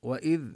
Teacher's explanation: وإذ قال موسى لفتاه، وإذ نبين كسرة الهمزة، والذال نبين الذال من مخرجها من الحروف اللثوية